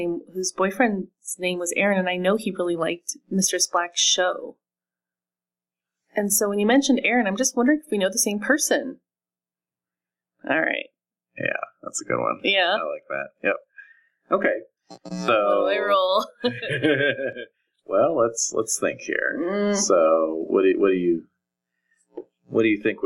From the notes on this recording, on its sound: This recording had some issues with background buzz and suffered a loss of fidelity during the cleanup process.